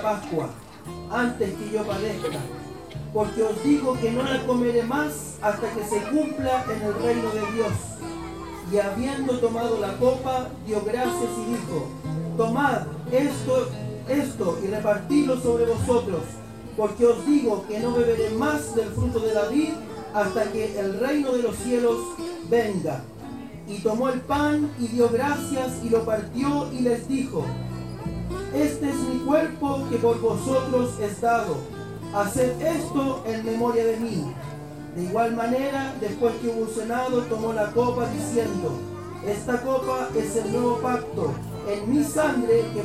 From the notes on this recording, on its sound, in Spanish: Temas entonados en la celebracion de sus 33 años de Aniversario de la Amada iglesia de San Ramon. Coro Instrumental IEDEC San Ramon en vivo (sonido Ambiente).